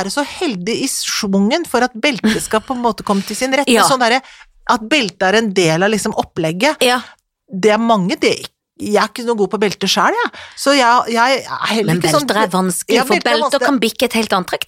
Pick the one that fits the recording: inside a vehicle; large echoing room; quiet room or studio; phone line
quiet room or studio